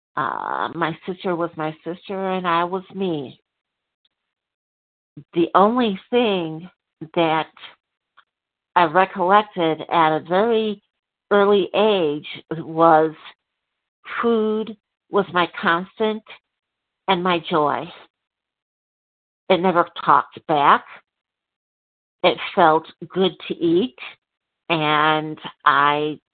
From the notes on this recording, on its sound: from the 100 Pounders Phone Meeting